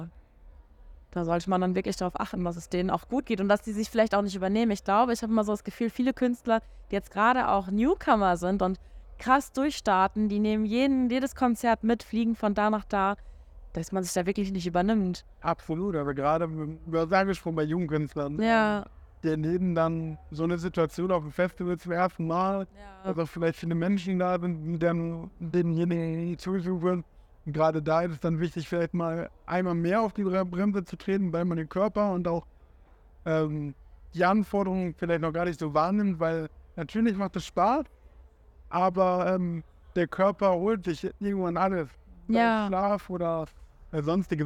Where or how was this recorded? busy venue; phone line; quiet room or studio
busy venue